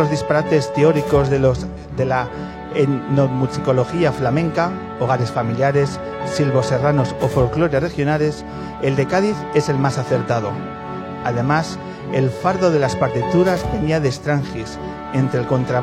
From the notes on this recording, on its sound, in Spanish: Grabamos desde nuestro rincón particular de Malasaña, la tienda Headbanger Rare Guitars.